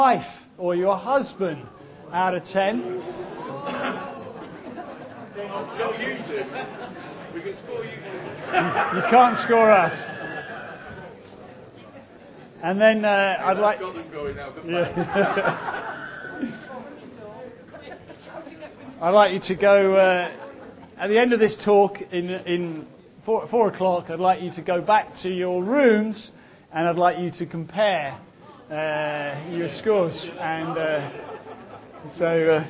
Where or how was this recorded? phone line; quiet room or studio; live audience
live audience